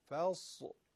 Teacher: حرف صاد هم که در سکون خودش درشته